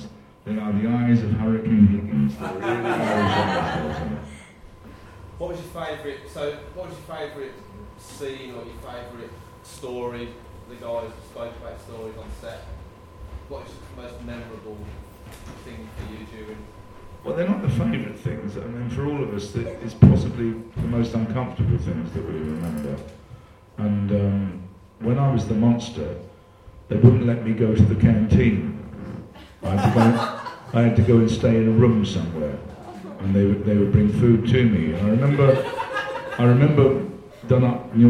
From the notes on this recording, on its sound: We recorded the Q&A sessions and here they are. As it was a live recording of a staged event the sound quality does vary throughout.